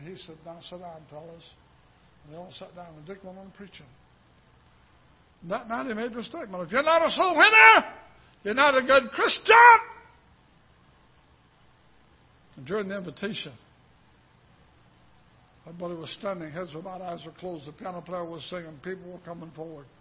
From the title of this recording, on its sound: Ketha Heights Baptist Church ~ Live Broadcast